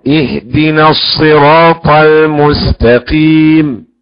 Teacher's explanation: الهمزة الوسط بدأنا بها مكسورة والهاء ساكنة